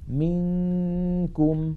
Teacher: منكم، المثال الثالث أيضا نون ساكنة بعدها كاف، انتقلنا من الميم إلى مخرج الكاف ولم ننطق كافا بل نطقنا غنة.